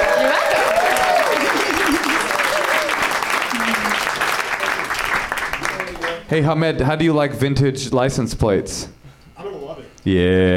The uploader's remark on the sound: Live from the NerdMelt Showroom in LA